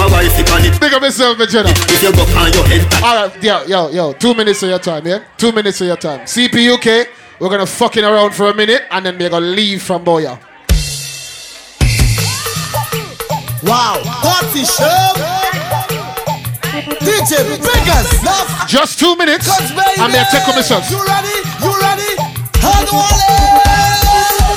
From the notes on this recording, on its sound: LIVE SET, AT BACK IT UP, CARGO... LIVE SLOW DANCEHALL SET.